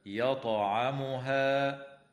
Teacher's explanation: وتقلقل الطاء وصلا ووقفا في كلمة يطعمها وتمد الألف قبل الهمزة من قوله تعالى يطعمها إلا بمقدار 4 أو 5 حركات من قبيل المد المنفصل.